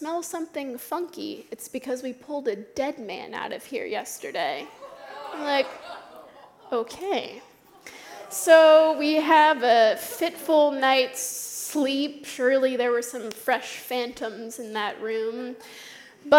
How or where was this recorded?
live audience